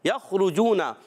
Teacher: یخرجون، یا کو خا سے ملانا ہے، خا حرف مستعلیہ میں سے ہے، حلق کے اوپر والے حصے سے ادا ہوتا ہے، حرف حلقیہ میں سے بھی ہے، را پر پیش آ گیا را کو بھی پر پڑھیں گے، جیم واؤ پیش جو واؤ مدہ ہے، نون پر حرکت ہے زبر کی، کھینچنا نہیں ہے، آپ نے خاص خیال رکھنا ہے.